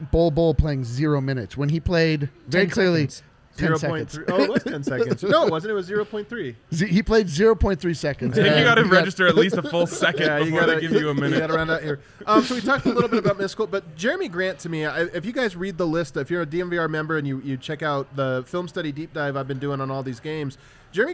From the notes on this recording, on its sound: Live from the DNVR Bar